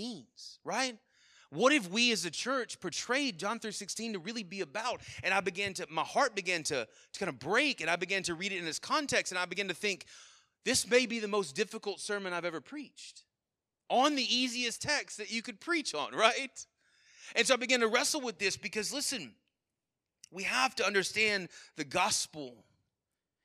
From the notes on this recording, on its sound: Sermon Audio from our Worship service